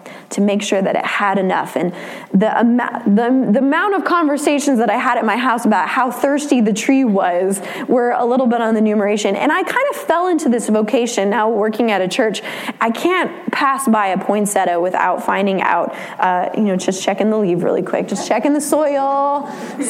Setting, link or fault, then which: setting, large echoing room